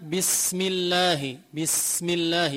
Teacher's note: شو خرج مع السين غير الصفير؟ نفس. · Term: الهمس